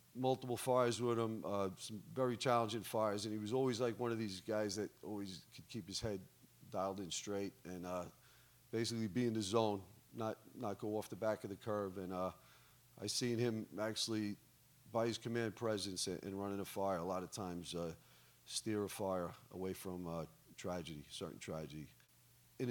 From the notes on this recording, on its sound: The recording you'll hear in this episode took place at our National Leadership and Performance Summit in Annapolis, Maryland, in April 2023.